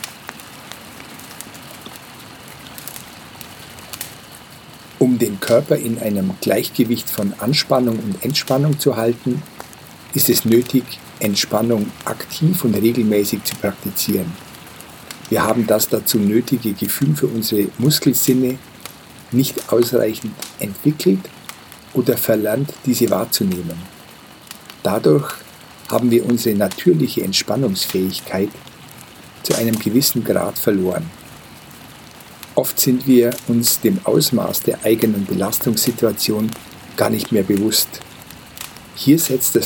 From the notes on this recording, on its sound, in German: Meine Wanderung durch Nordindien führt mich nun stetig bergauf, ich verlasse langsam die subtopische Klimazone. In dieser Folge hörst du eine Aufnahme des Gewitters im Himalaya. Die hochwertige Audio-Aufnahmen, die ich in Indien gemacht habe umfasst das volle hörbare Klangspektrum.